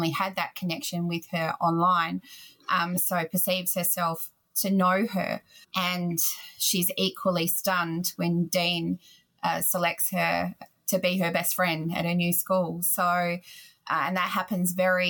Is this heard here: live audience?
no